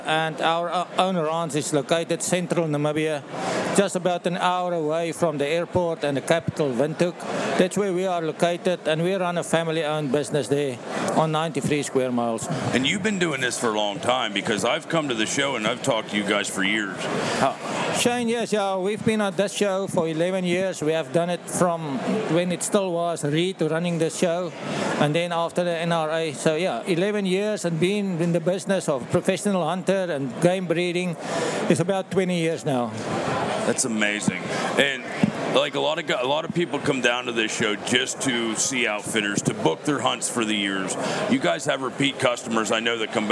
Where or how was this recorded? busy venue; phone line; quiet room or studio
busy venue